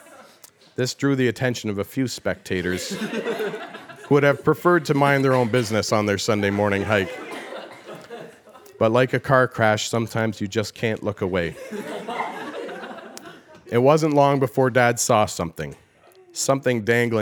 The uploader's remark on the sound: LIVE AUDIENCE. I hosted a live podcast/party.